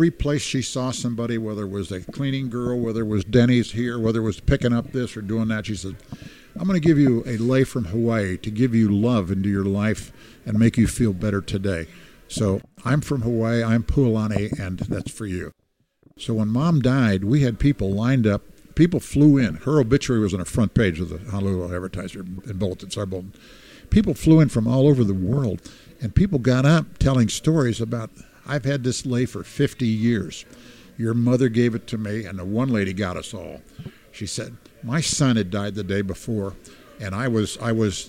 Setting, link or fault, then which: setting, busy venue